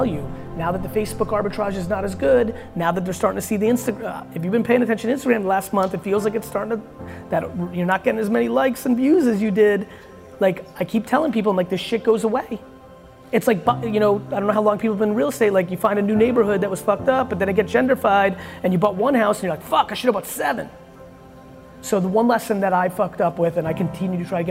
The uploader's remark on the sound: I did a keynote followed by a Q&amp;A in Dallas. What you’re about to hear is the audio from the DailyVee we’re releasing. I did a keynote followed by a Q&A in Dallas.